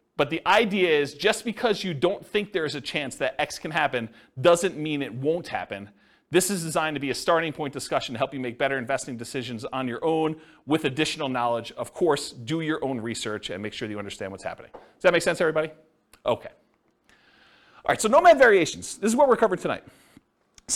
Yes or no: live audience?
yes